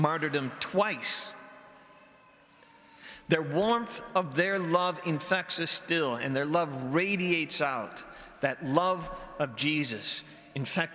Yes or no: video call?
no